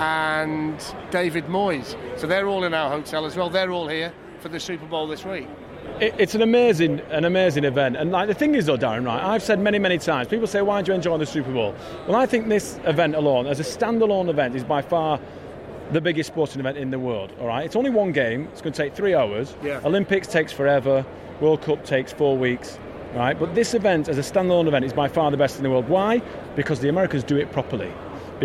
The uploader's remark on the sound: LIVE FROM ATLANTA WITH MANY MANY GUESTS. Walk Radio Row. Suck in the sights and sounds of the Super Bowl in Atlanta.